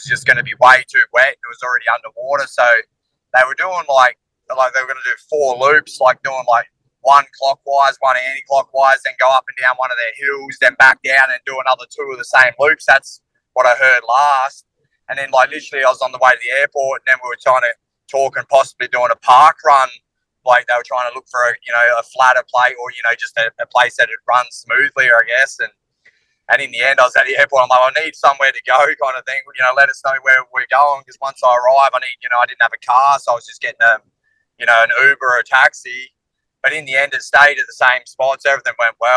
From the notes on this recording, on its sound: Called in for a chat.